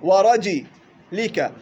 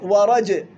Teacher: قرأ حفص بكسر الجيم ورجي لك وقرأ الباقون ورج بإسكان وقلقلة الجيم